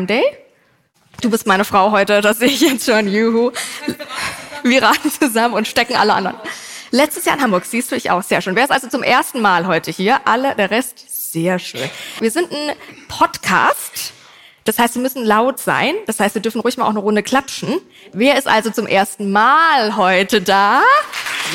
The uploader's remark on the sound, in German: Diese Folge wurde live auf dem Crime Day in Berlin aufgenommen.